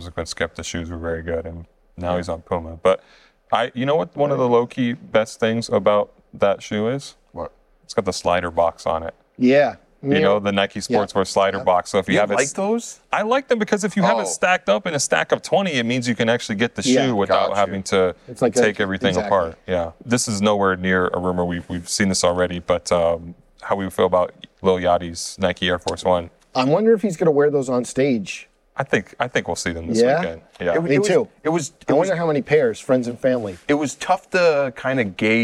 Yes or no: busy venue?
yes